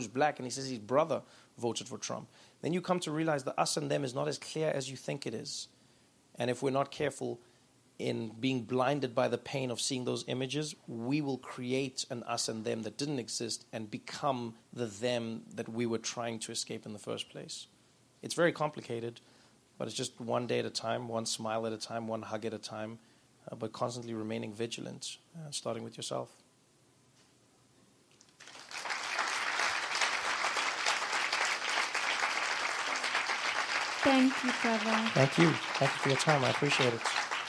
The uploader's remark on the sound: live at NeueHouse